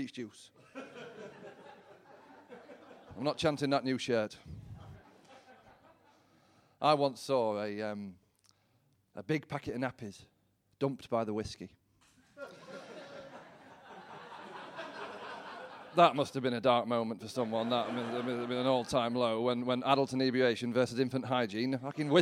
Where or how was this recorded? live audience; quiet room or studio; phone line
live audience